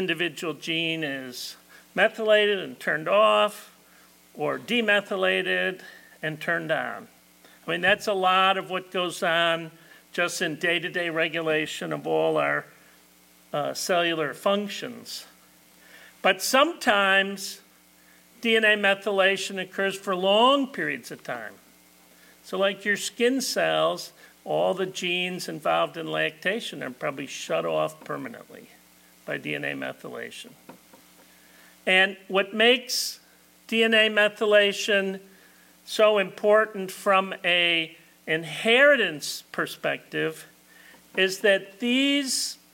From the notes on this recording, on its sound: This talk was given at the 2022 Tri-State Dairy Nutrition Conference